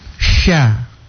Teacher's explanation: Sifatnya kan huruf sya itu boros, ya. Nafas yang keluar itu boros dan menyebar. Jadi sya. Jadi tidak boleh saat mbak bilang sya kemudian mau kasih bulat bibir menjadi sho dia.